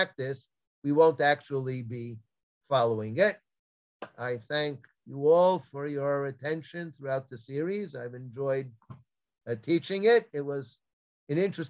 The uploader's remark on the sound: This audio was originally captured from Zoom